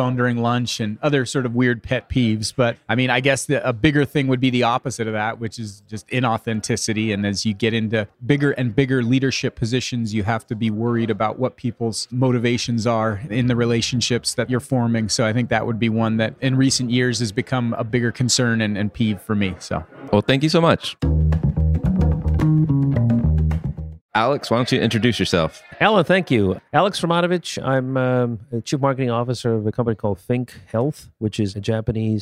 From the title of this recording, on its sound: Marketing Today at The CMO Club’s 2018 Spring Innovation & Inspiration Summit